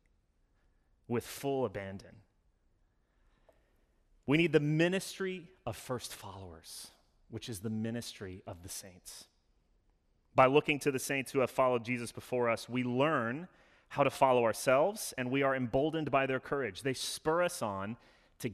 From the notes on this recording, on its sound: Sermon delivered Sunday, November 7, 2021 - All Saints Sunday